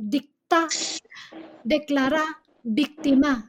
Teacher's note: The verbs, they're stressed on the last syllable